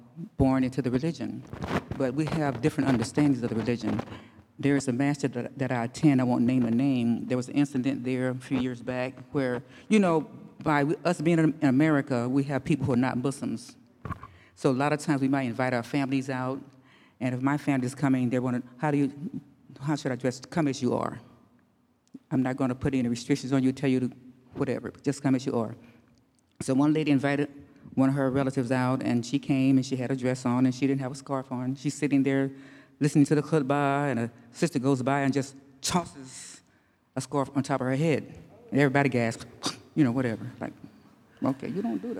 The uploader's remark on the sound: Q&A Discussion Circle w/the Imam. Takes questions from the congregation. Congregants have an engaging conversation.